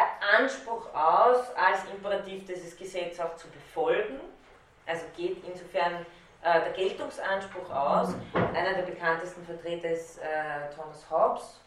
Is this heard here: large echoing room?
yes